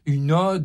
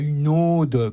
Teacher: Une ode, ODE, ça se dit avec un O ouvert · Shown in: first take · et pas une ode, comme on entend dans le film, comme le prénom, avec, comme si c'était un O fermé.